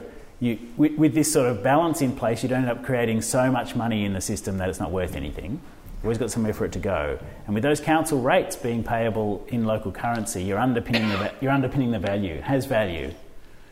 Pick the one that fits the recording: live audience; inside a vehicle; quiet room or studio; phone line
live audience